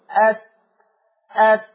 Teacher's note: بيصطدم ظهر طرف اللسان بأصول الثنايا العليا · Term: مخرج حرف التاء